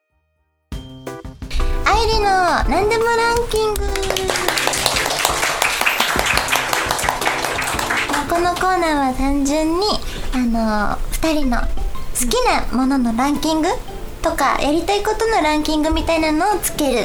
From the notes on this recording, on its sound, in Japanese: 毎年恒例の公開収録